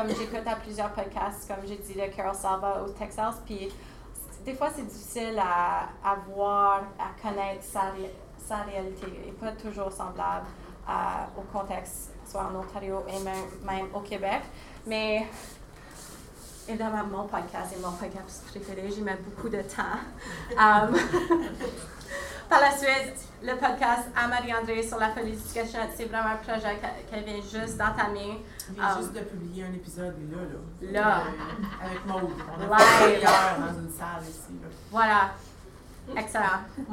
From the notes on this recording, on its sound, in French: J'ai donné l'atelier "L'art du podcast" à une vingtaine de pédagogues à Saint-Jérôme, QC. Je me suis enregistré en direct de la salle, afin de partager l'atelier.